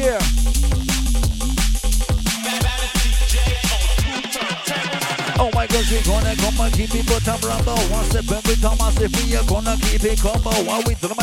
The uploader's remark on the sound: recorded at my birthday Party 2021